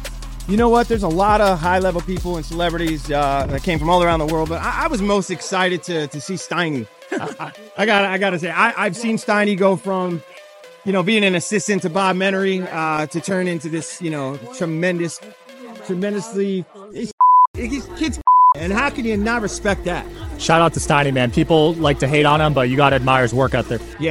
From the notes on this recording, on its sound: Celebrity Poker Tournament Live Interviews. First time doing live event interviews. Shoutout to the Celebrity Poker Tour and PokerGo Studios for having me.